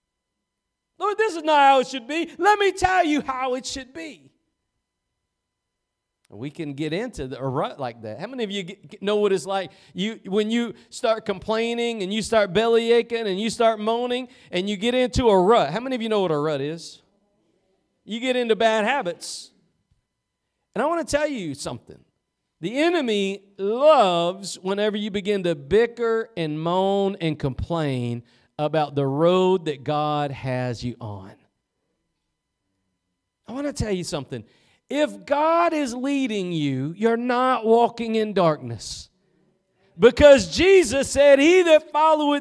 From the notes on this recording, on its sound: Preached at Gospel Lighthouse in Bossier City, La.